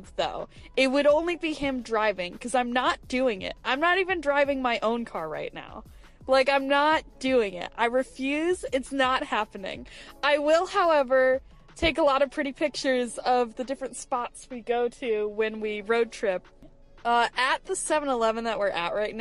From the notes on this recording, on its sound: Sometimes, it’s just kinda hard to talk in the car. It's a minisode field trip!